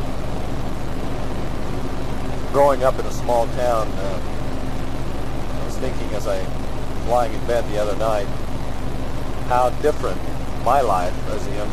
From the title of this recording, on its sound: Driving into work